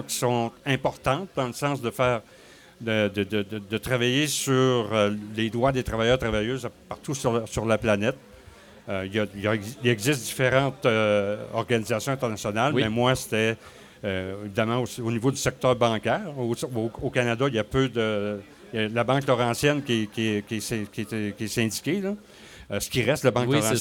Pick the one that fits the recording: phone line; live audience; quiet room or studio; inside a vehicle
live audience